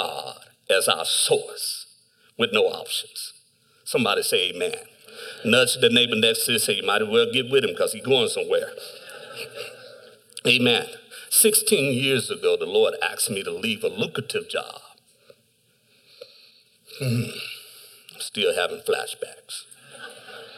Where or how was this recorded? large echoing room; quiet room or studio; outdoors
large echoing room